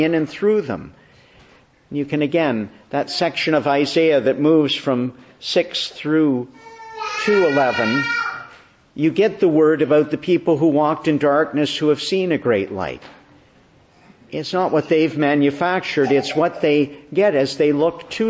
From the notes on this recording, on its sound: December 11, 2022 Morning Service. Preached in the Annunciation of the Blessed Virgin Mary, Ottawa, on the third Sunday of Advent, Year.